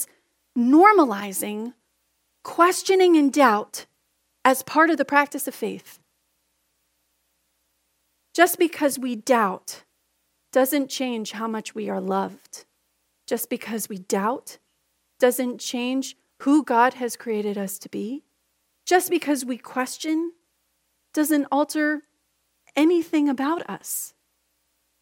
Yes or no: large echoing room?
yes